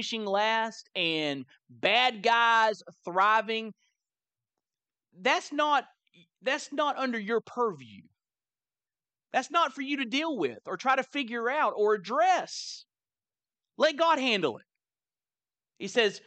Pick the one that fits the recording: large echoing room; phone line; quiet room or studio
large echoing room